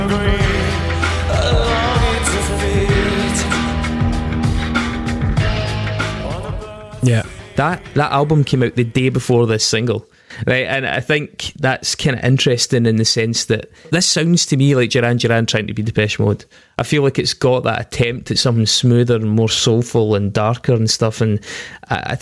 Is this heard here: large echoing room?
no